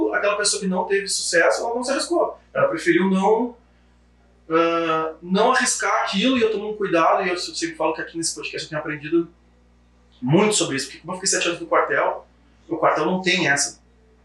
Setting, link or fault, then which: fault, poor sound quality